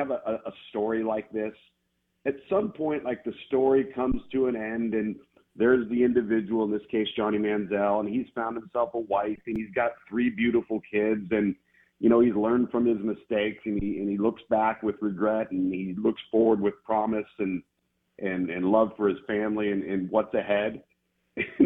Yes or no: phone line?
yes